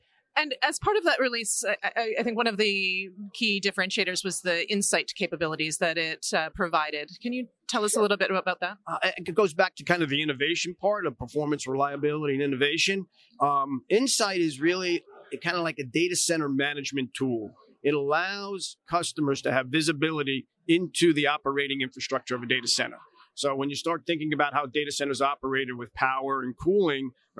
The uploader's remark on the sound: Live from PTC'20